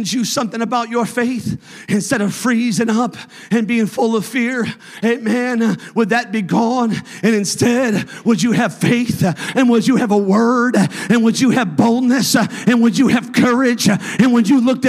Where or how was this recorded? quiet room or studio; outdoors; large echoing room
large echoing room